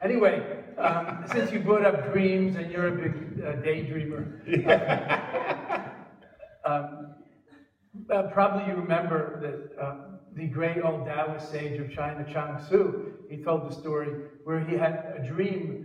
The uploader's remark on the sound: live on stage for conversation